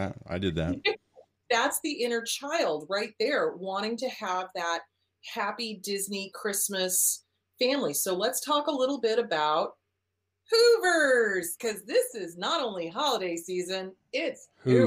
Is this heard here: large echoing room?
no